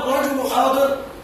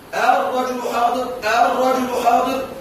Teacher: أن تسهل بين بين أي بين الهمزة والألف · Shown in: second take · بين الهمزة وبين الألف بين بين فيقال الرجل حاضر الرجل حاضر فهناك همزة خفيفة.